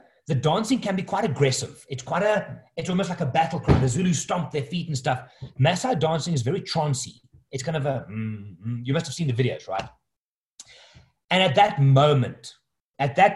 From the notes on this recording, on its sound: The audio of a webinar that I recently hosted.